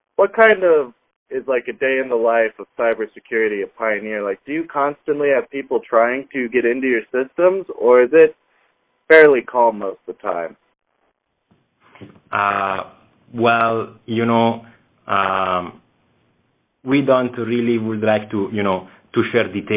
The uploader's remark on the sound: via teleconference